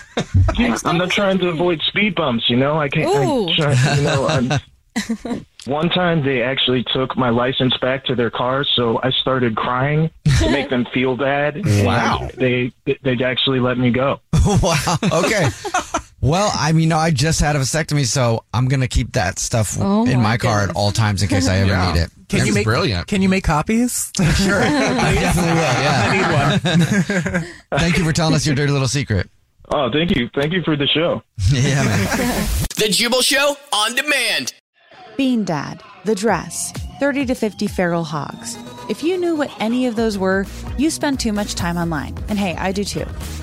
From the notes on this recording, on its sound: there is a listener on the phone